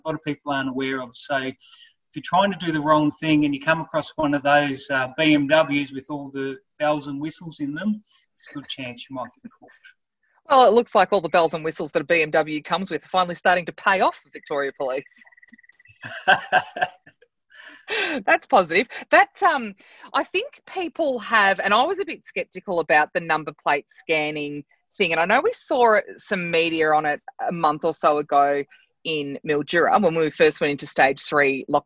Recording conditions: video call